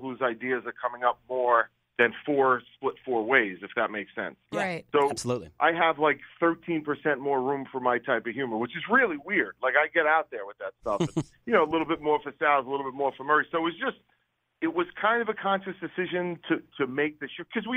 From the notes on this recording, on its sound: Called into the show Thursday morning.